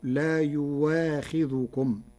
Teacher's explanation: قرأ ورش كلمة يؤاخذكم بإبدال الهمزة واوا فتصير لا يواخذكم على وجه التخفيف والتيسير، وبدلها مقصور لاستثنائها من البدل.